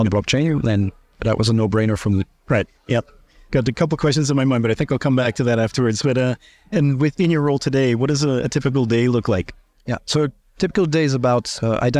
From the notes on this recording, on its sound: recorded at Sibos